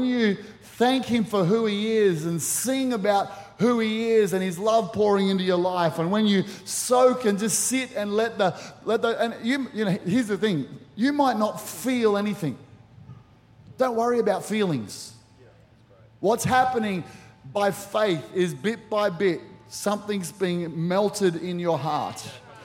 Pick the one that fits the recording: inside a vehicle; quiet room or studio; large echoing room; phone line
large echoing room